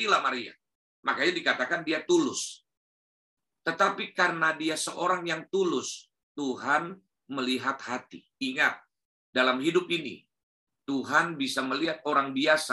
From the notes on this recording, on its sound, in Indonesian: Rekaman khotbah Ibadah GerBang Pagi GBI Glow ThamRes